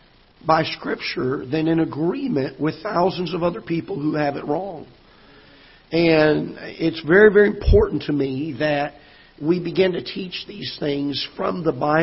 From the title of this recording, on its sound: Ketha Heights Baptist Church ~ Live Broadcast